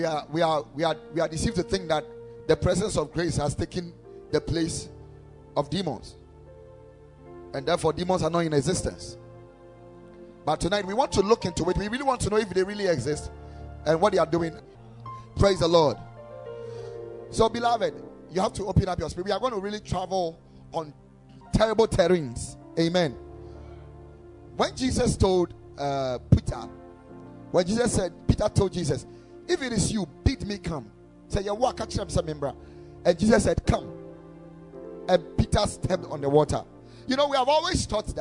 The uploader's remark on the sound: Preached at the Ekklesia Chapel